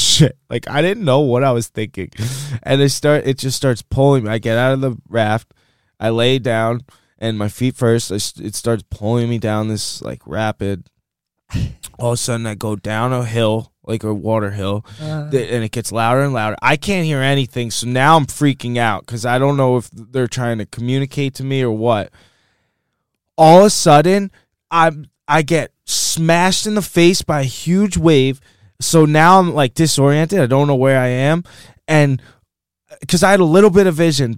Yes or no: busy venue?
no